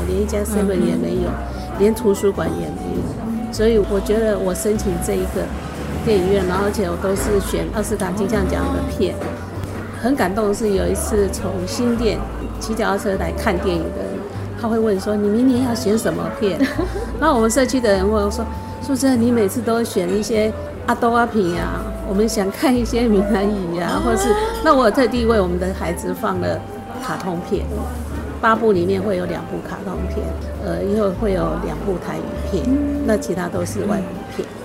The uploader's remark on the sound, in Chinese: 節目真正首次全程外景錄製，完全融進在地各種聲音。特別結伴來到社子島。